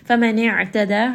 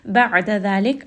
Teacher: عَيْن has توسط from the middle of the throat